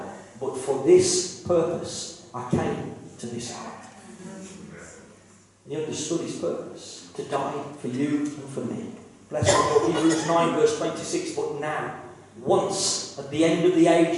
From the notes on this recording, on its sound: KCC's morning service. Please note that this is a live recording and at times the audio quality may suffer due to external circumstances.